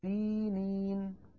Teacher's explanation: الياء الأولى والياء الثانية هما مدان طبيعيان في حال الوصل